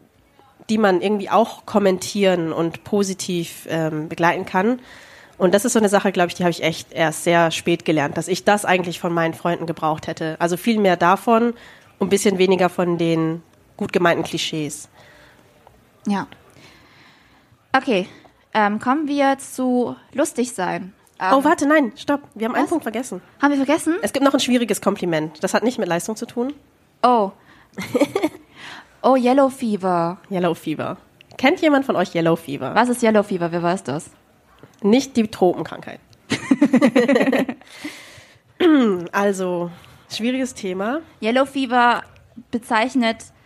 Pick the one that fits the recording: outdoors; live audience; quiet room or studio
live audience